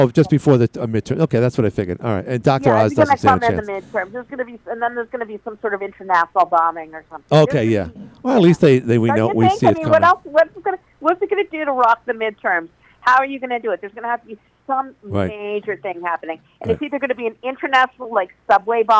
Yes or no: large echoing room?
no